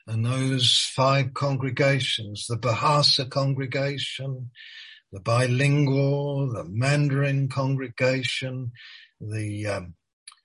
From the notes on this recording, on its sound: Malaysia Meets (Zoom).